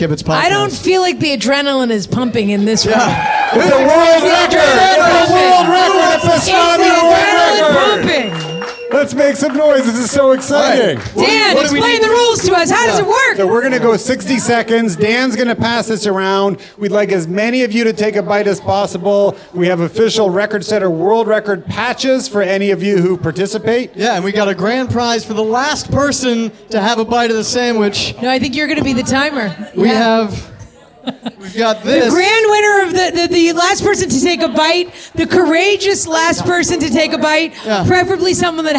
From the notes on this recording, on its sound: "A Catskills Kibitz,” our first ever live Kibitz event, was held at the “World Famous” Kibitz Room at Canter’s Deli in Los Angeles on the second night of Hanukkah